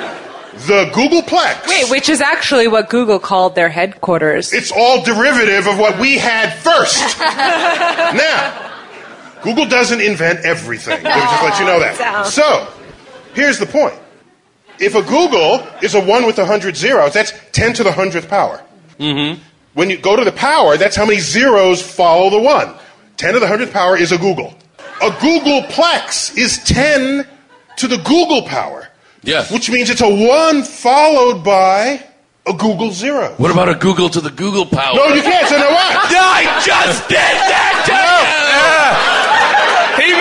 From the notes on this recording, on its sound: Live at the Bell House. Our live Bell House show.